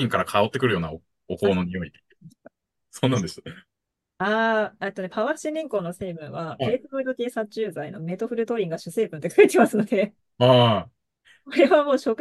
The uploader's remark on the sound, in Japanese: 毎月１回、ZOOMで集まってお話ししています。